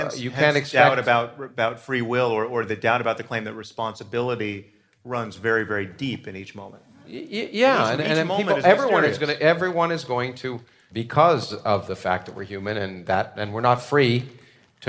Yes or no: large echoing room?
yes